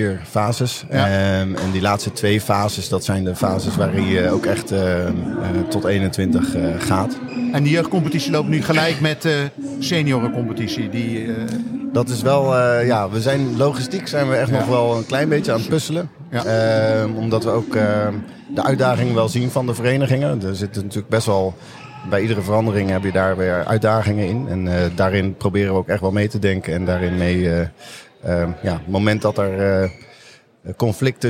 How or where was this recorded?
busy venue